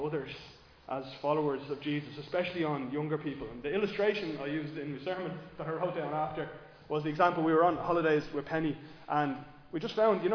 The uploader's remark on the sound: Recorded live in Liberty Church on 14 January 2024